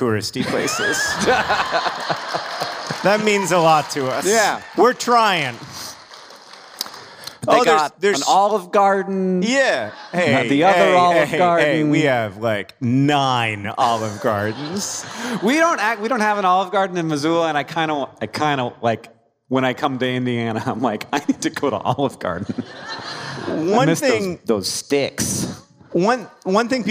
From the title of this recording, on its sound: Live in Carmel, IN!